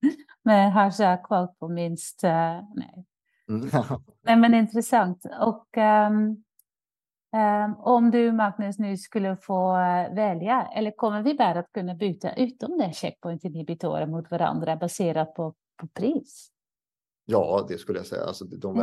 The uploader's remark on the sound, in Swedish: Ljudinspelningen från SOF:s webbinarium